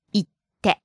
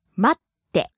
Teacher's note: Again, we're going to drop that つ and replace it with a short pause plus て. 待って.